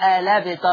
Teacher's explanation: حذفنا الهمزة للتخفيف، خدنا حركة الفتح حطناها على اللام الساكنة فتصير الابتر.